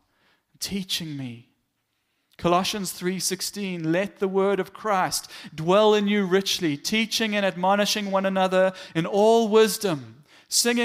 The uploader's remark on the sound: Morning Worship Service.